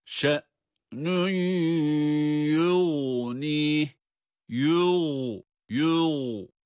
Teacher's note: şe'nün yu derken de idgamı ma'al gunne olarak da gunneli bir idgamı gerçekleştiriyoruz. Aynı zamanda da tutuyoruz tabii ki.